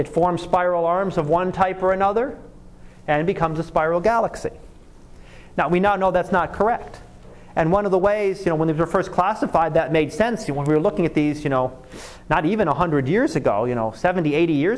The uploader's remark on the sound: Live Class Lecture